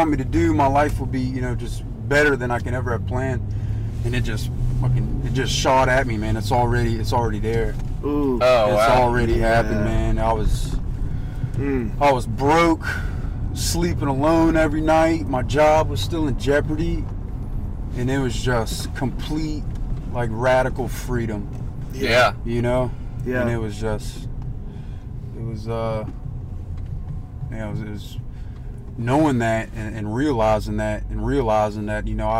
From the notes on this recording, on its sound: You'll have to excuse the rough audio quality..we were in a car, afterall.